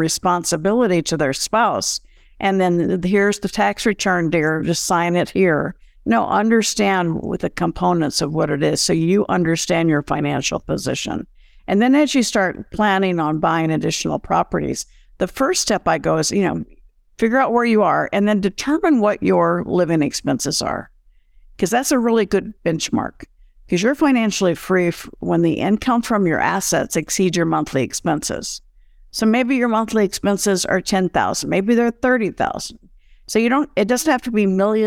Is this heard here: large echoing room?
no